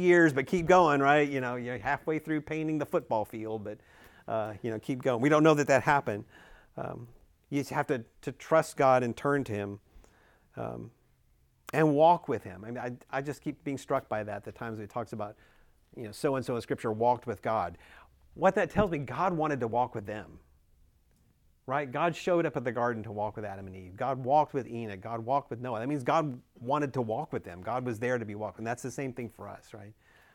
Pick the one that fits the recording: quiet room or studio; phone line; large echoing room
large echoing room